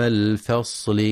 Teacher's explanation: ينتبه القارئ لترقيق الفاء واللام في كلمة الفصل، فلا يقرأ الفصل بالتفخيم